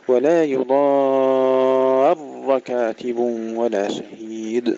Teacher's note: نحقق المد جيدا ثم نفخم الراء مع تشديدها